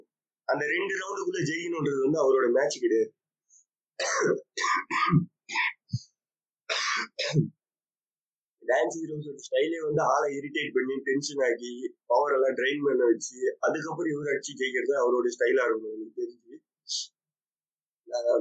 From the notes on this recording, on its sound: Sorry for the very very poor audio quality.